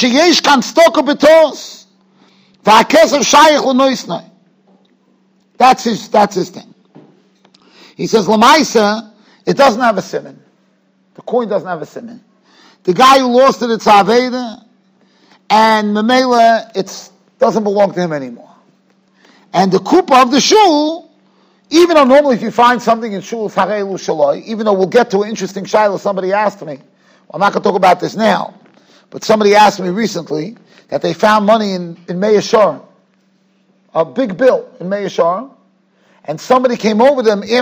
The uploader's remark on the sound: Shiur recorded in Yeshivas Ohr Reuven, Monsey, NY.